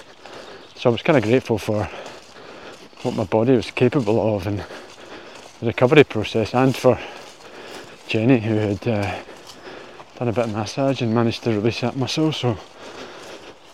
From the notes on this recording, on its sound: responds "live" from the trail